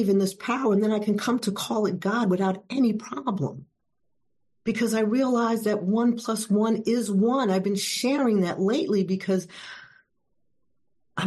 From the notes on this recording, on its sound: at the Addition By Subtraction meeting held on zoom